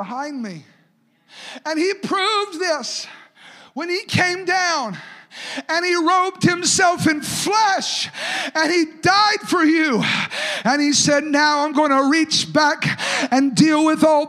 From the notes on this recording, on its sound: a service recording from Connect Point UPC